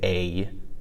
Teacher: So like that A sound is E and I put together, but you would just want to pronounce the I a bit more at the end than you normally would